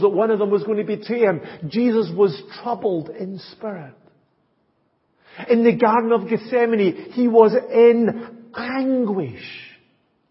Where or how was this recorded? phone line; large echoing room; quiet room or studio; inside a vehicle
large echoing room